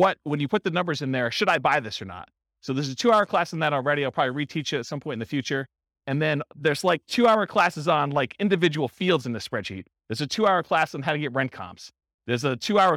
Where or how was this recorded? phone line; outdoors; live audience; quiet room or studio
live audience